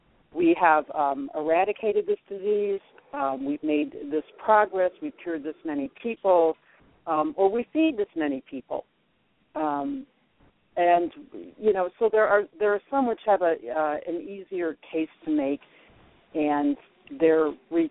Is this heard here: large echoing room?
no